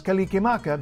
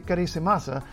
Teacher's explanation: Hawaiian doesn't have the sound ra or the sound sa, and it doesn't allow two consonants to go together either. So Christmas becomes kalikimaka because la and ra are considered versions of the same sound, and so are sa and ka.